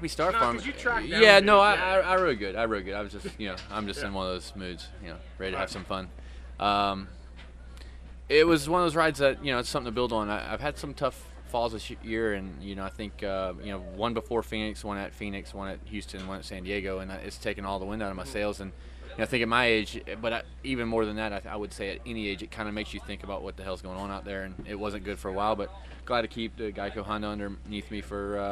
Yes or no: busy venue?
yes